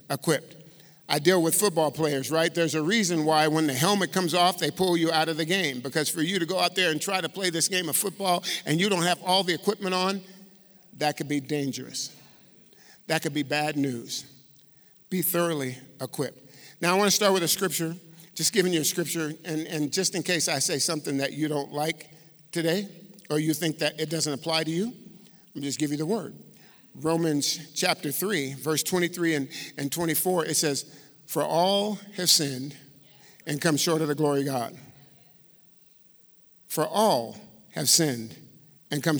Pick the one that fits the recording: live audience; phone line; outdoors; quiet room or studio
live audience